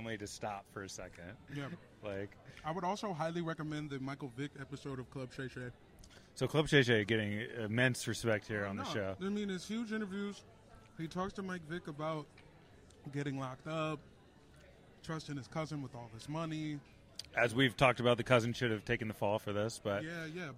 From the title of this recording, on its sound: Live from the Netflix Quarterback Premiere